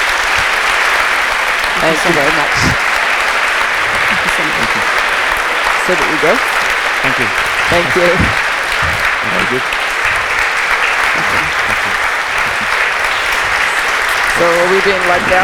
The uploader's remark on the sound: The evening concludes with a traditional Q&A session where the audience is invited into the dialogue with the guests. The evening was held in the Lund Main University Building.